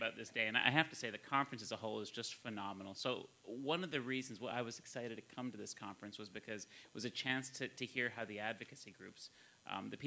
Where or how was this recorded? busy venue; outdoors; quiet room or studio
busy venue